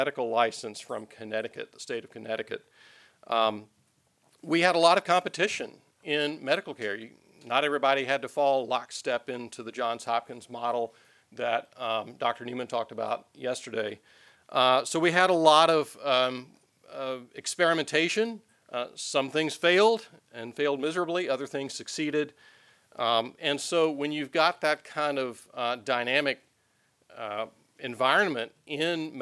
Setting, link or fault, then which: setting, large echoing room